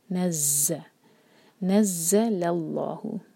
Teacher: اللہ تعالیٰ کے نام میں جو لام ہے وہ ہے لام جلالہ، اس کو ہیوی پڑھا جائے گا